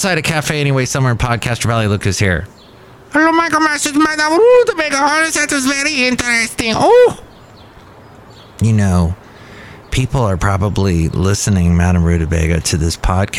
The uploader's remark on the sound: podcasts live from Café Anyway